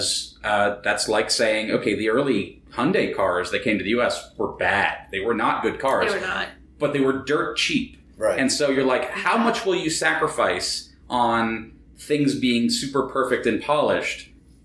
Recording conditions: echo